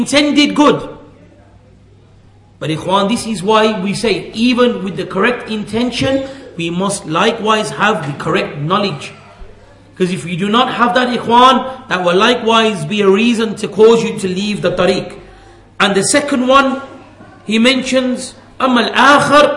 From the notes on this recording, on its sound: at the Leeds, The Correct Path conference